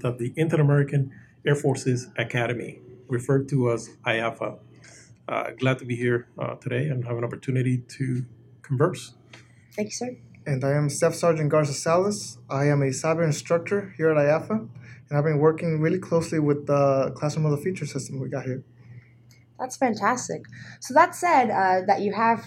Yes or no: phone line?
no